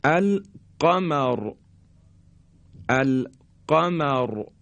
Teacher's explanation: را ساکن هست قبل از اون مفتوح هست قمر را تفخیم میشه درشت تلفظ میشه